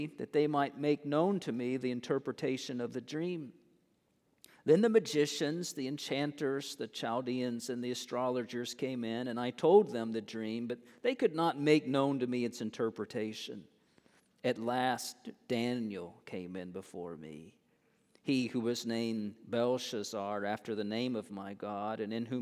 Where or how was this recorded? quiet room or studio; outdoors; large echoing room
large echoing room